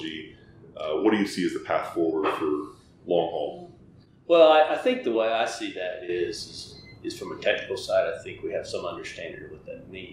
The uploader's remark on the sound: In Las Vegas, from the show floor of CES 2020.